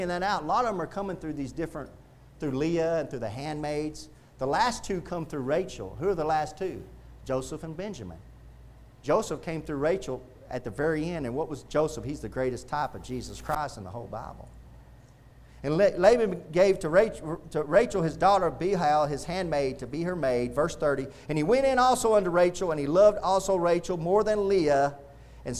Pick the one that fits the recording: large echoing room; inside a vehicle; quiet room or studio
large echoing room